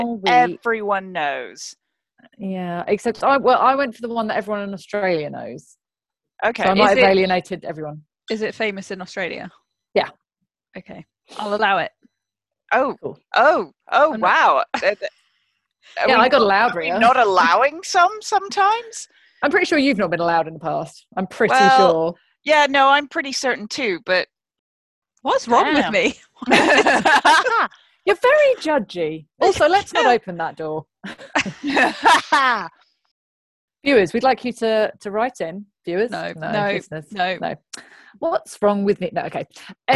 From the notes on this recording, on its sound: This episode was recorded via Zoom due to lockdown